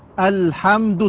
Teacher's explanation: همزة وصل تسقط وصلا نبدأ بها. لام قمرية مظهرة